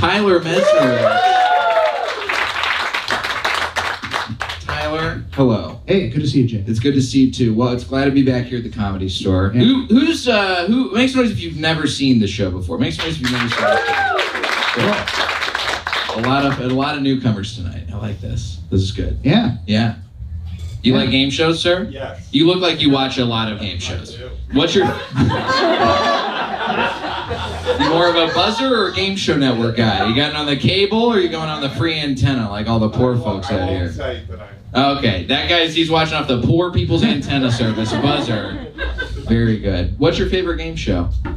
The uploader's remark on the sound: Recorded live at The Comedy Store.